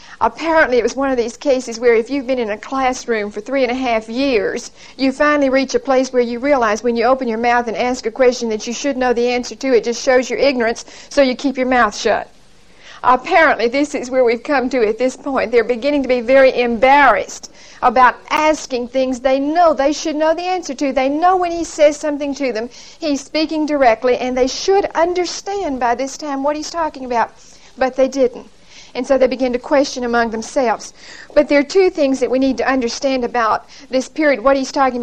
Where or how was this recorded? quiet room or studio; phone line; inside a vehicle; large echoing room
large echoing room